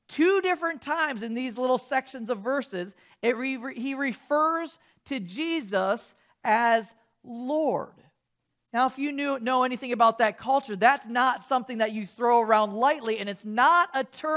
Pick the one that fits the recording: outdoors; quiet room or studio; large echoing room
large echoing room